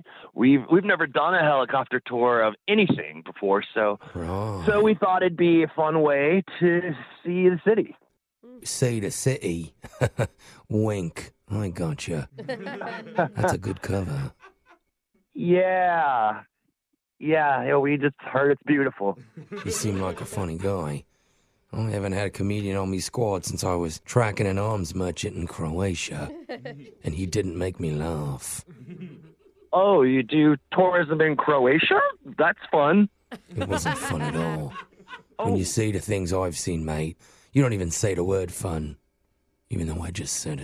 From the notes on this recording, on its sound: Phone Tap